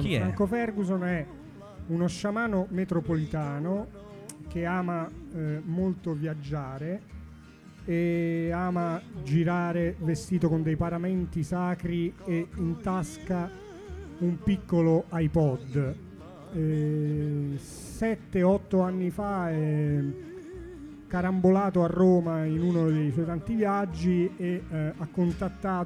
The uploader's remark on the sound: Live Streaming. Ogni domenica, alle 19.00, in diretta dal MONK CLUB di Roma. Streaming su THE ROOST.